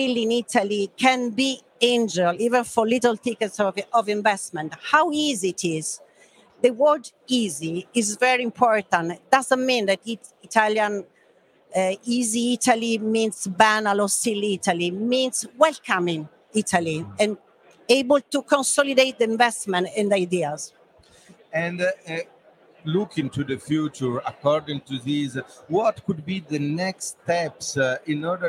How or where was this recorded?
busy venue